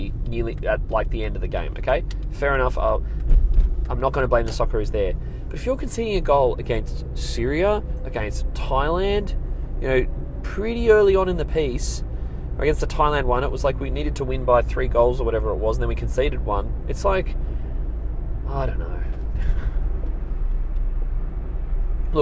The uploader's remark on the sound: I'm in the car